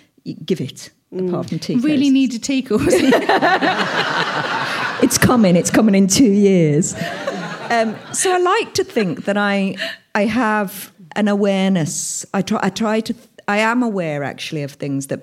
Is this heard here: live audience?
yes